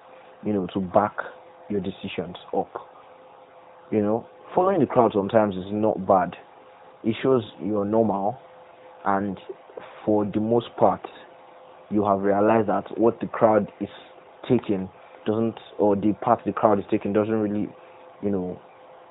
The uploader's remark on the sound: Sometimes, the best advice comes in terrible audio. Bear with us, we know the audio is bad.